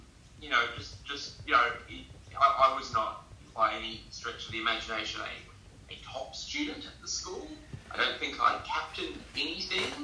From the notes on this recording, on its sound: I have reedited the Interview. Please excuse the audio, I have remastered it as best I can but this was one of my first interviews where I was only just learning the best way to record what was said.